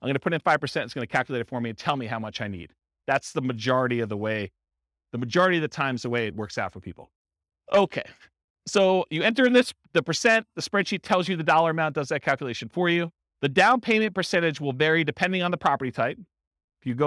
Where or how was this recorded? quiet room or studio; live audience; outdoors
live audience